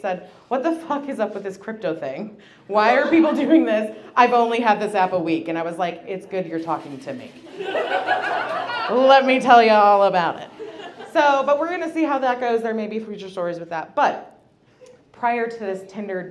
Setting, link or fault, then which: setting, live audience